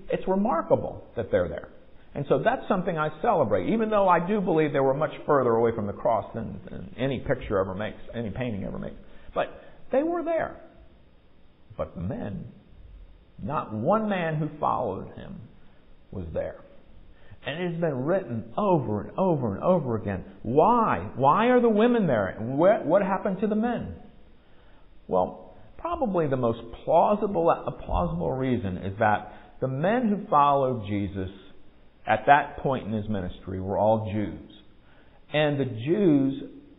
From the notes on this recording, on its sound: Recorded at MPPC on Sunday, November 6, 2022, during worship.